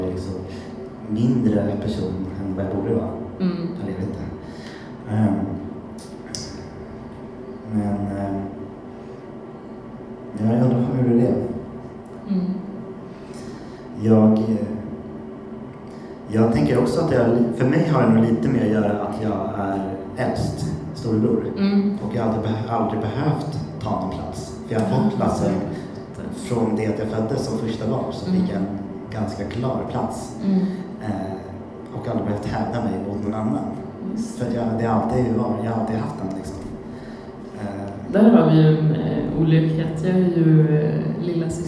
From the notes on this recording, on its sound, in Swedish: Och så plötsligt satt vi och poddade inför en liten men fin publik. Lite sämre ljud, lite vildare och kanske lite punkigare.